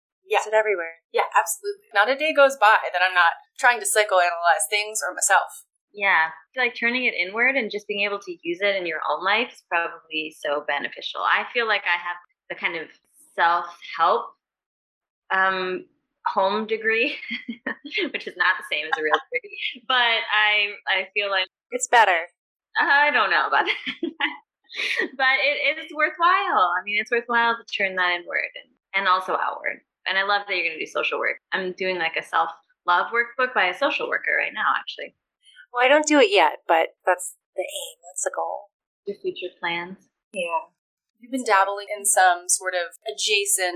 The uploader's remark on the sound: What do you get when you have two different dressing rooms in two different time zones with two microphones between three band wives, one loud sound check and ZERO sets of headphones? Pretty bad sound quality.